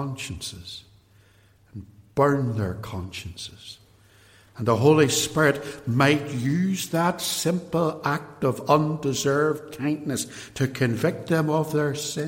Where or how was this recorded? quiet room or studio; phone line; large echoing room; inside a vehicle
large echoing room